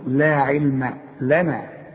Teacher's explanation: العين واللام والميم مرققين. لا علم لنا، ولنا برضو كلها مرققة.